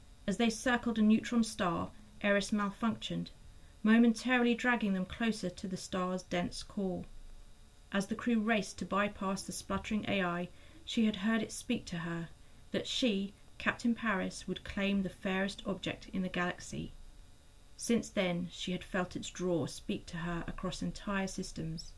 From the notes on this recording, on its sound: Our apologies for the background hum in this episode (we think Hera the AI might have been interfering!).